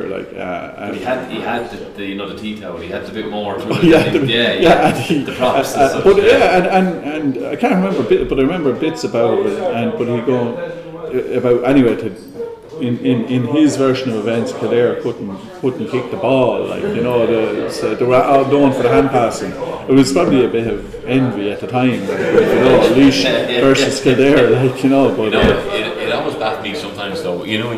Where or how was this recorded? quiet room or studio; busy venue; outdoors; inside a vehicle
busy venue